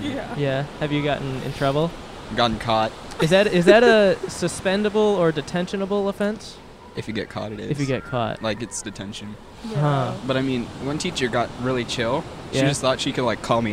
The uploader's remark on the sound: Recorded at the beach in Manhattan Beach, CA.